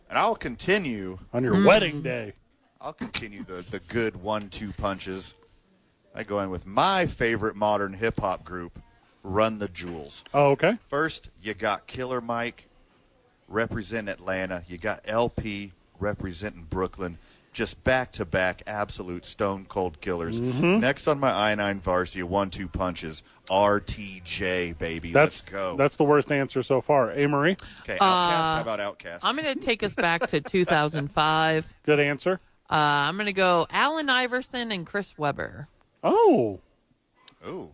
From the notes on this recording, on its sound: live from The YMCA.